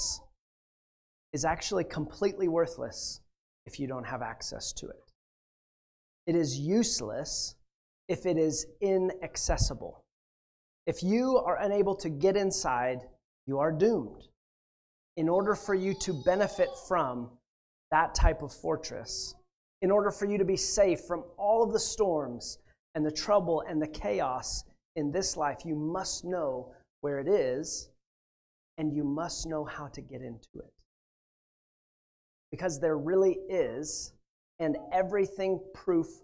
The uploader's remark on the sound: At The Well, an Acts 29, Converge Heartland, SBC church in Hastings, Nebraska.